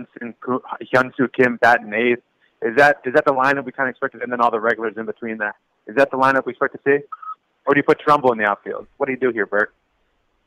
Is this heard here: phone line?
yes